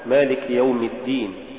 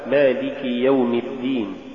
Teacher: عدم بيان الكسرة إذا جاء بعدها ياء · Shown in: first take · مثال ذلك مالك يوم الدين، تقرأ لحنا مالك يوم الدين، الصواب مالك يوم الدين.